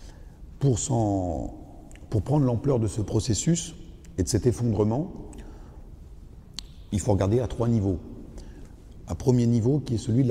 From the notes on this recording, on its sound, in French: Une conférence organisée par la librairie Jean Calvin et l'Église protestante unie de l'Etoile.